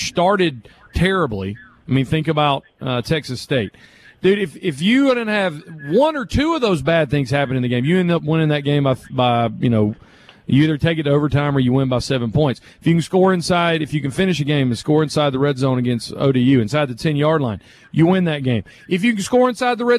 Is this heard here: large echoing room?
no